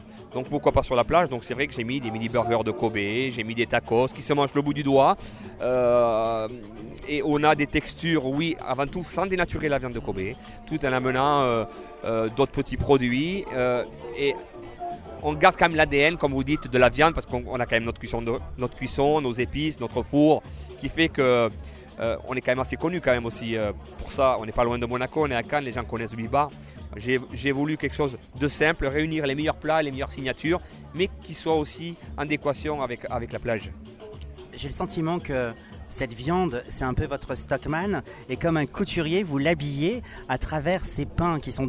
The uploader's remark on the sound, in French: Beef Bar x Plage 45 - Cannes 2016.